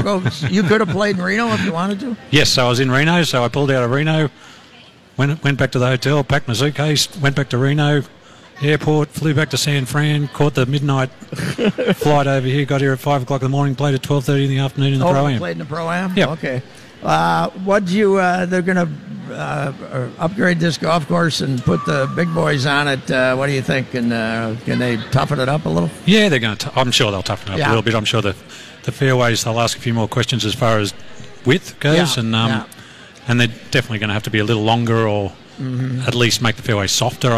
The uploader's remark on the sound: live at the 3M Championship at the TPC